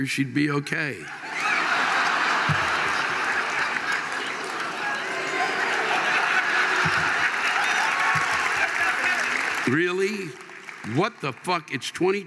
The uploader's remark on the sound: The live rants this week come from the Peoples Bank Theater in Marietta, Ohio and the Durham Performing Arts Center in Durham, North Carolina.